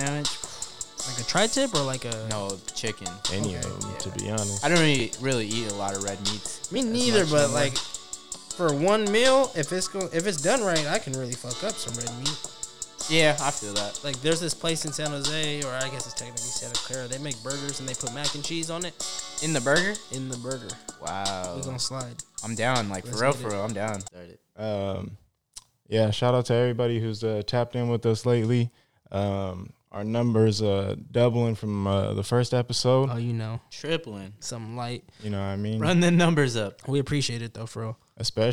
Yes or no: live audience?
no